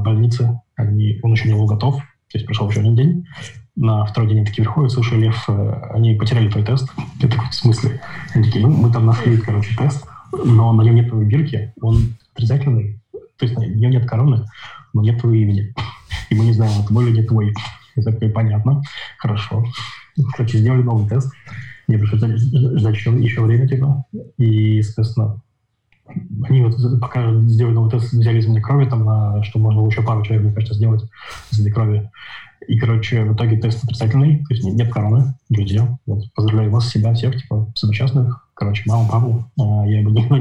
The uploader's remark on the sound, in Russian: напортачил со звуком